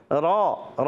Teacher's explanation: ادا ہوگا پر، کیونکہ را پر زبر آ گئی ہے